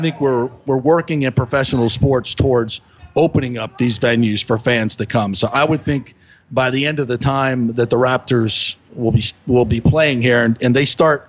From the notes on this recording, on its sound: opens his show LIVE from Oak and Stone